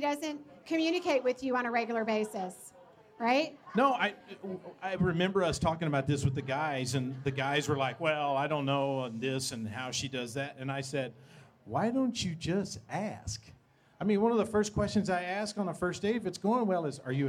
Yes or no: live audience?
yes